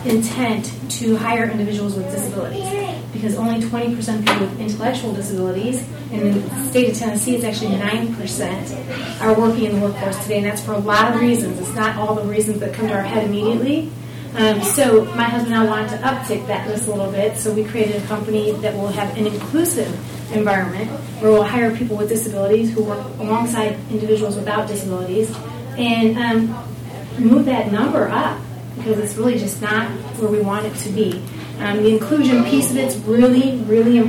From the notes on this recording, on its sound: Podcasting live from the "Inclusive City" On The Table 2017 discussion event in Clarendon Hills, Illinois, sponsored by The Chicago Community Trust and Special Olympics Illinois.